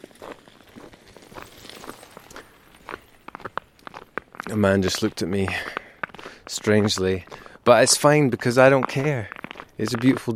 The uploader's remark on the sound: Trying a slightly different approach this episode - one take when walking to the shops.